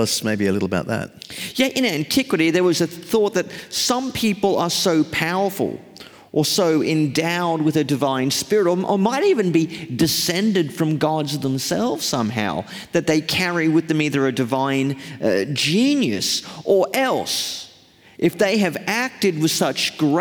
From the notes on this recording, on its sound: Live from Melbourne. In this live episode, recorded at the Melbourne leg of the Undeceptions Conference.